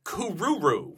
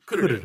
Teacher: it's Kururu with the accent on the first syllable · Shown in: second take